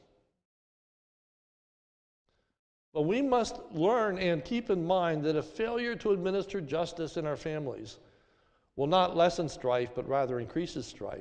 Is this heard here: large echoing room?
yes